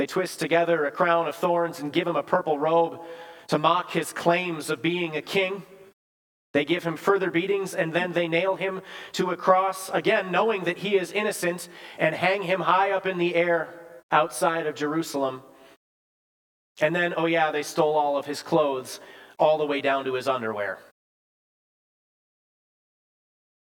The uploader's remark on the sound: Bethany, Appleton, WI. Preached this sermon at Bethany's Good Friday worship on April 7, 2023.